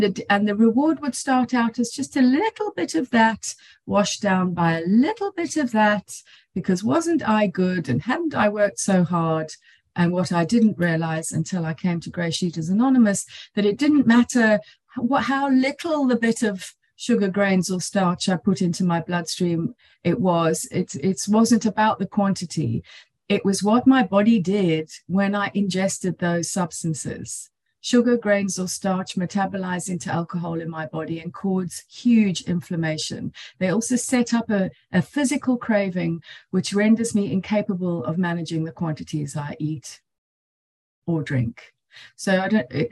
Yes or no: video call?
yes